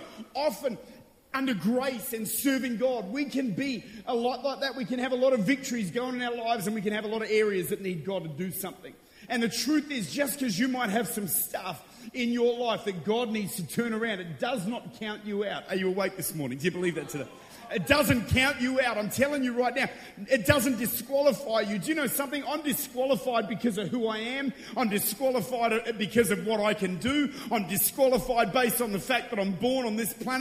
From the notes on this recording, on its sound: Recorded at Extreme Conference in Mackay, QLD, Australia in September 2014.